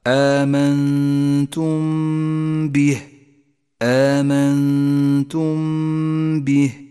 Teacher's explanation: في نفس الكلمة جاءت الميم الساكنة ثم جاء بعدها حرف الباء والواجب أن نخفي الميم بالباء مع بقاء غنة للميم زمنها حركتان · الإخفاء الأول من إخفاءات النون الساكنة حيث جاءت النون وبعدها حرف التاء نخفي النون بالتاء مع بقاء غنة للنون زمنها حركتان